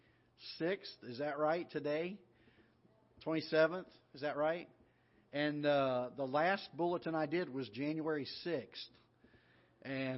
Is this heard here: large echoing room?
yes